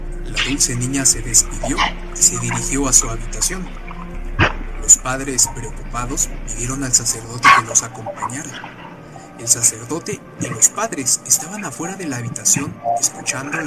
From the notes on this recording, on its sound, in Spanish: En esta ocasión realice un live para narrarles historias de terror. Mientras me encontraba grabando desde un Starbucks en la ciudad de Blythe poco a poco el lugar se fue llenando de malvivientes.